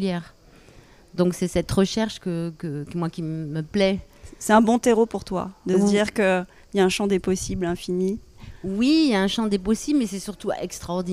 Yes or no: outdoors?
yes